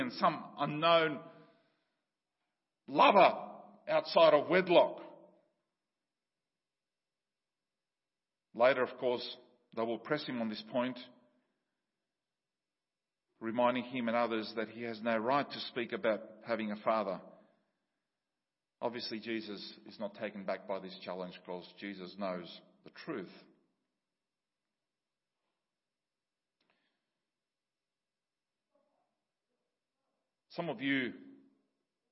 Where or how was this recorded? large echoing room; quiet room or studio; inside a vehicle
large echoing room